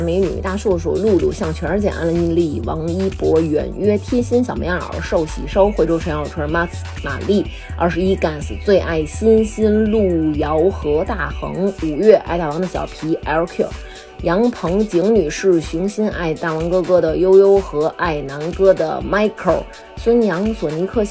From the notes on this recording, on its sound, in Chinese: 针灸大夫给录音设备扎坏了。设备上也出现了问题，会有一些杂音。